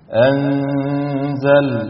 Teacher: نون ساكنة جاء بعدها حرف الزاي، والزاي من حروف الإخفاء · Term: حكم الإخفاء